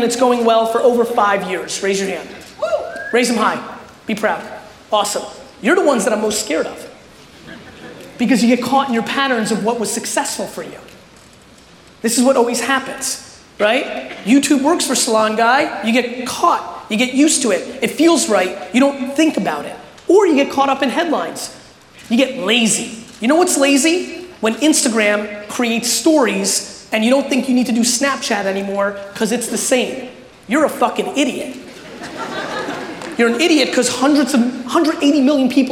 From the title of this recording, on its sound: A Keynote: Haste And Hustle Toronto 2018